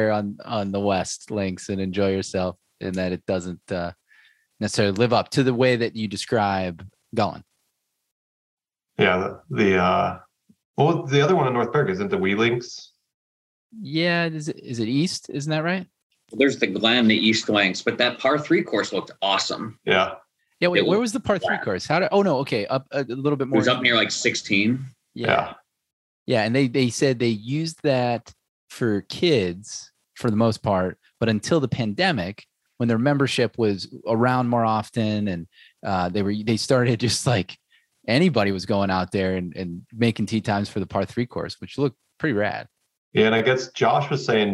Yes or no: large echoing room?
no